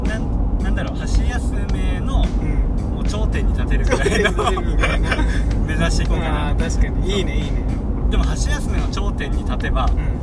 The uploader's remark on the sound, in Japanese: ドライブ収録！！目的地までの車の中での収録。